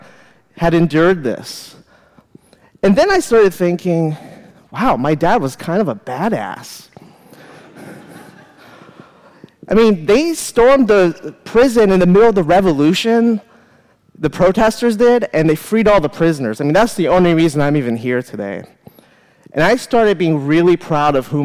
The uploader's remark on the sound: live at The Fremont Theater in Portland, Oregon